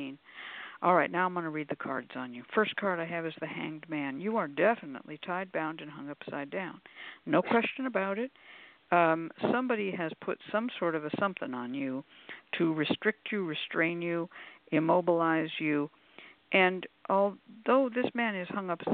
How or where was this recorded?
phone line